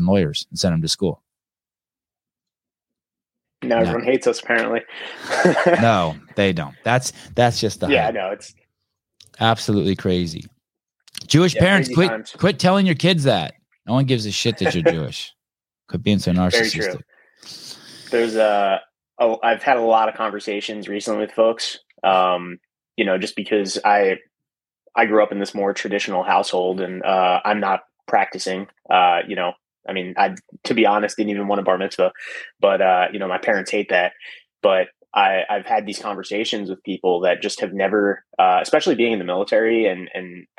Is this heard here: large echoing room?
no